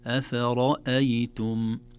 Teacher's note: أفرأيتم كلها مرققة، اللهم إلا الراء مفخمة